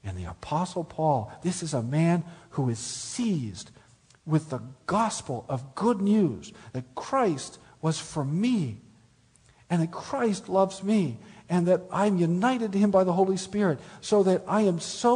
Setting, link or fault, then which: setting, live audience